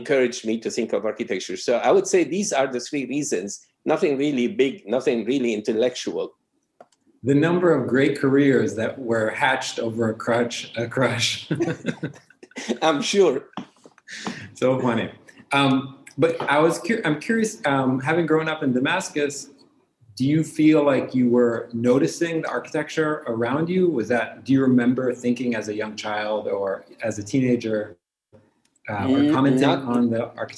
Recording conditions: video call